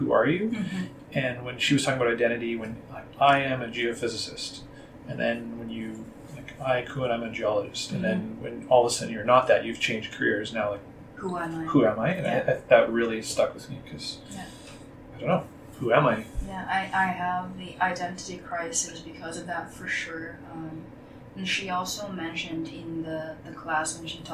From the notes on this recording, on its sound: for the background noise